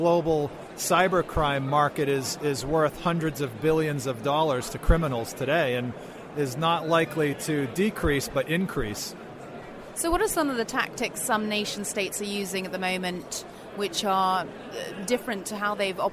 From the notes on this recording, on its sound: Both interviews were recorded earlier this year at InfoSec 2018.